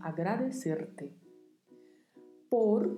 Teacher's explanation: Bastante atenção com a pronúncia, porque temos o vibrato da letra R e temos o T ao final, que não é pronunciado ti, é pronunciado T. · Term: vibrato do R